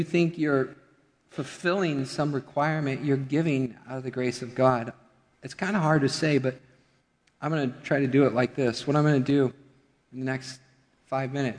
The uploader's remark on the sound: Midland Evangelical Free Church Sermon Audio